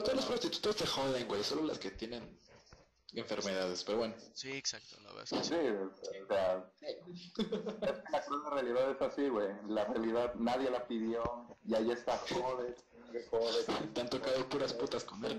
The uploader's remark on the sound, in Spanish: Lamentamos el Audio fallo